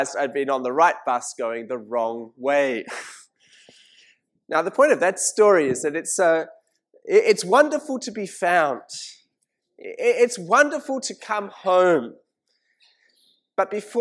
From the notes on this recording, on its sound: This sermon was preached at St Mary's Cathedral, KL on 19th August 2018.